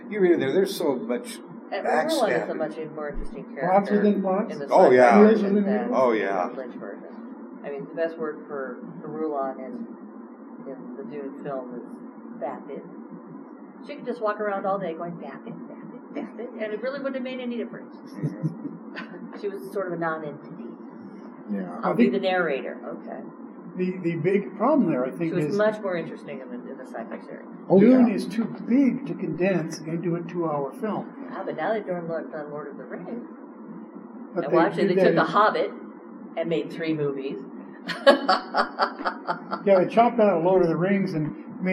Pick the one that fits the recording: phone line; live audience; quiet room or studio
live audience